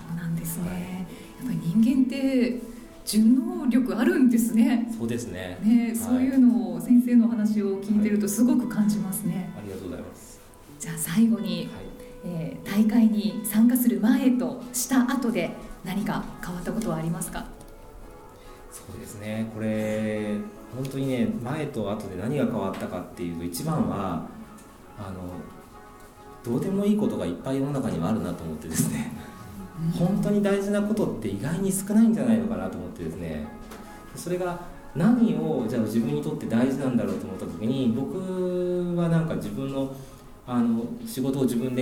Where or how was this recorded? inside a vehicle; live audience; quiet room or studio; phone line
live audience